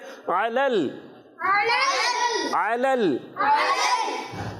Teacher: تو ہم نے حمزہ سے نہیں بدلنا، یہاں عین کی ادائیگی کلیئر رکھنی ہے. تو پھر یہ عین حلق کے درمیان والے حصے پر جب آپ زور ڈالیں گے تو عین آپ سے کلیئر ادا ہوگا. اور آپ نے حلق کے نیچے والے حصے کو استعمال کیا تو یہ حمزہ بن جائے گا.